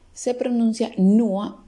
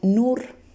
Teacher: la unión de la U con la R se pronuncia UA y no UR · Shown in: first take